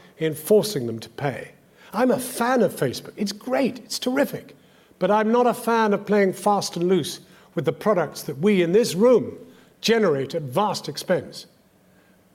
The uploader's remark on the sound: The full, unedited James MacTaggart memorial lecture, as presented at the Edinburgh international television festival 2017.